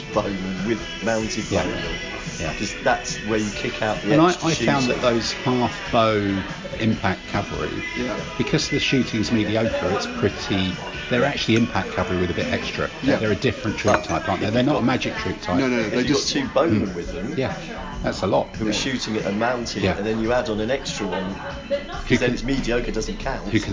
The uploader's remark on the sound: A multi-session podcast recorded "in the studio" in the UK ( aka on Zoom ), "in the field" abroad ( aka in a bar in Spain ), and "in the 1980's" ( aka in a coffee shop back in London with overly loud music playing in the background ). We are also joined by a number of special guests, and an even greater number of waitresses. Some of the audio is a bit murky, but you should be able to hear the clinking of wine and beer glasses clearly enough. Even in the bits when the words might get a little lost in the background hubbub.